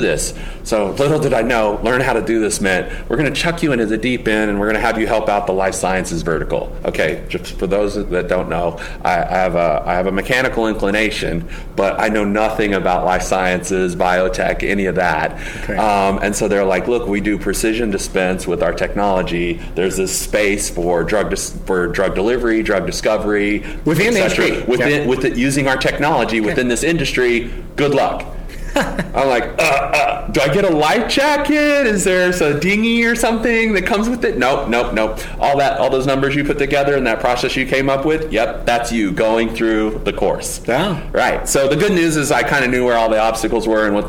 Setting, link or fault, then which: setting, busy venue